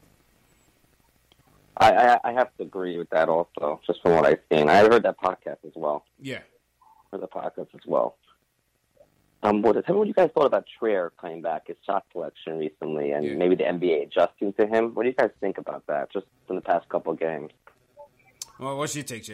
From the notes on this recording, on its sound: take live phone calls from fans around the world